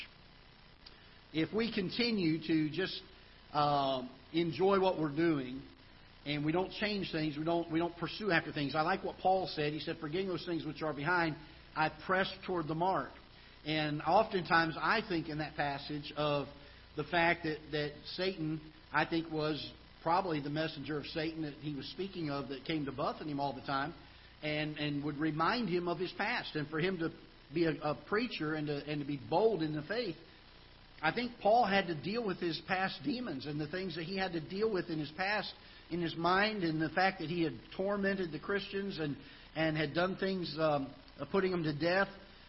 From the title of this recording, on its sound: Ketha Heights Baptist Church ~ Live Broadcast